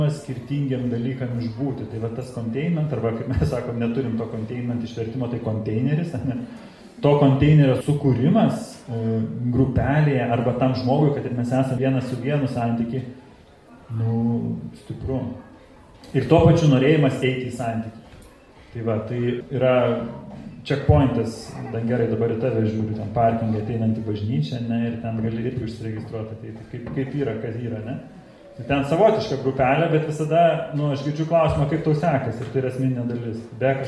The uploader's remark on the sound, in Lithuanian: Įrašas iš Šeimų festivalio.